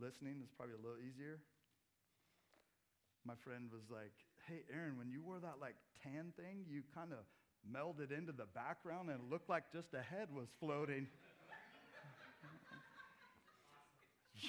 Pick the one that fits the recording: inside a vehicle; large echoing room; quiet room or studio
large echoing room